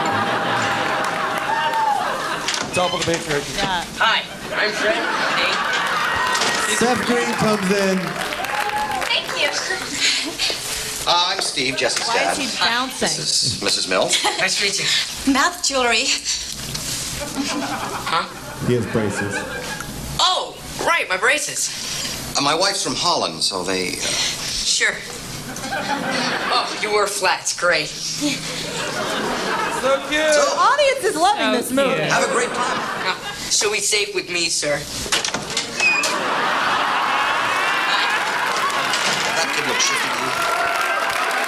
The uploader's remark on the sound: Recorded live from Largo in Los Angeles.